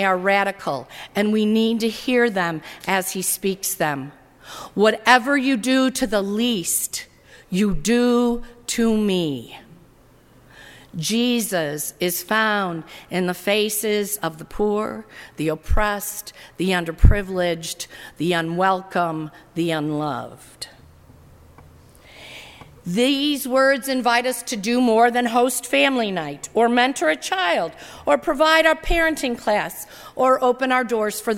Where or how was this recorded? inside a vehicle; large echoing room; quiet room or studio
large echoing room